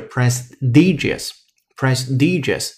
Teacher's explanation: E S T I G I O US，prestigious，prestigious。翻译要注意两点，第一点就是 P R E 开头的那个 E，读的是 pre，那个小 A 音。接下来由于它在重读音阶是在 s t i 那一部分